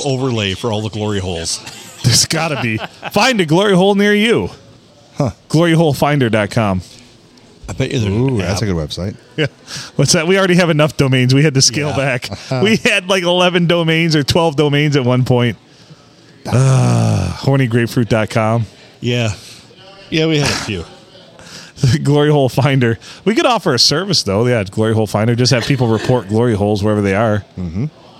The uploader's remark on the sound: Recorded on Sunday Funday at the Rustic Tavern.